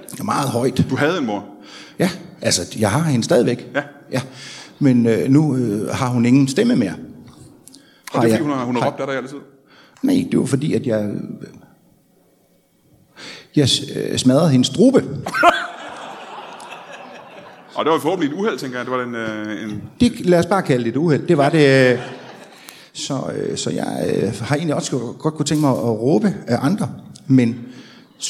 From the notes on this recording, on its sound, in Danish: LIVE fra Anarkist i Odense. Optaget live foran et mesterligt publikum på Anarkist i Odense.